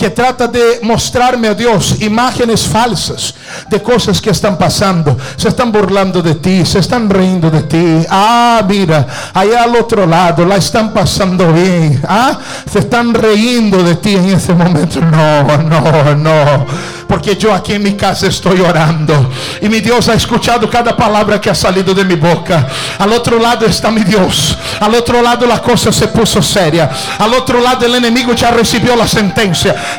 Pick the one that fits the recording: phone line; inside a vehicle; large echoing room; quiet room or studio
large echoing room